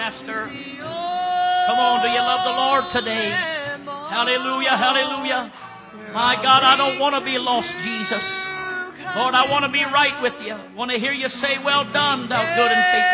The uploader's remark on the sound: preaches at Life Tabernacle Church, Baton Rouge, LA